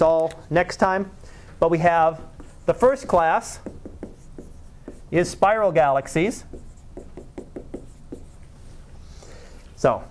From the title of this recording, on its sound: Live Class Lecture